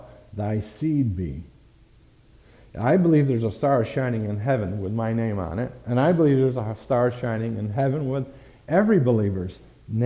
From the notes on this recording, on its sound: Thank you for listening to this message preached at Lighthouse Baptist Church in Schenectady, New York.